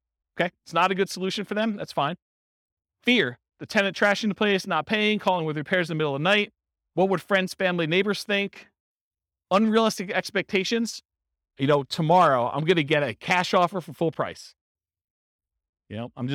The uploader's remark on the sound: This was a live class recorded to give investors a solid qualitative overview of all the different real estate investing strategies. Real estate entrepreneurs in Everett, Washington.